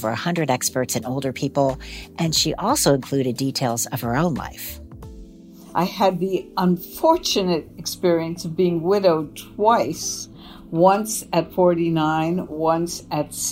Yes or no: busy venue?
no